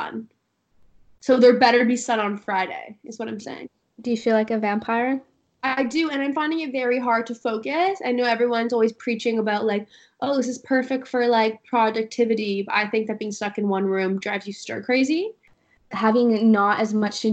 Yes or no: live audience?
no